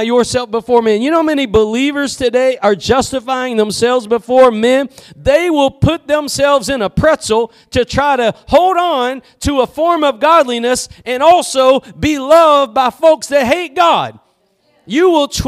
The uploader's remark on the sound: Preached at Gospel Lighthouse in Bossier City, La.